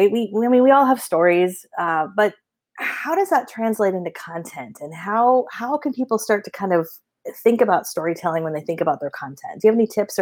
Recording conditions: video call